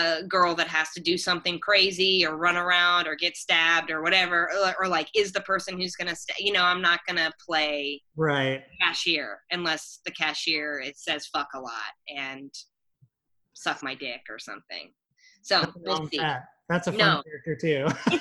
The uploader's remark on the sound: Recorded via Zoom